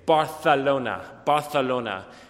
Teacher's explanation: every kind of time you would encounter an S sound, they do th, th. They have a lisp.